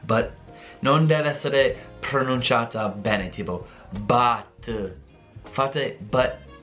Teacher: But è lo schwa, quindi la vocale è uh, eh